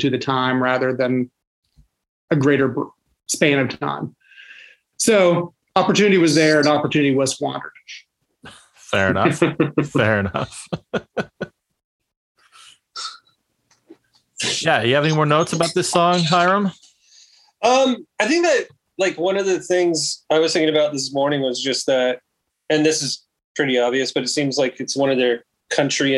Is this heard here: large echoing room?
no